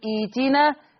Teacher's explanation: أما لو أنا بدأت فأقول إيتنا، لأن الهمزة السكنة قبلها همزة وصل مكسورة فتبدل ياء